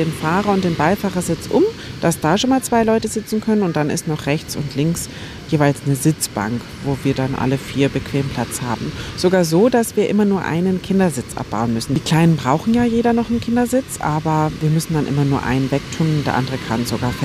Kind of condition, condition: setting, outdoors